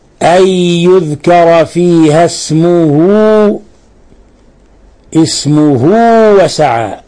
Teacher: أشبعنا الضم حتى انقلبت واوا، لكن هذا الإشباع يعني واو حرف مد، مد ما بالغنا ولا زدنا أكثر من حركتين، لأن هذه صلة صورة لعدم وجود همز أو سكون وراءها، ولهذا لم نمدها يعني أكثر من حركتين. · Term: صلة صغرى